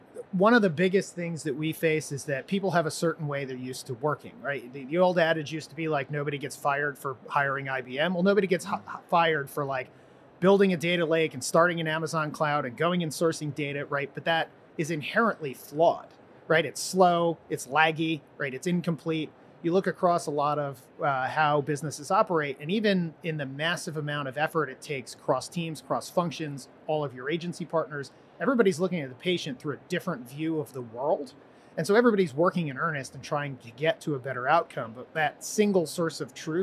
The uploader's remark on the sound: live from the floor of the HLTH conference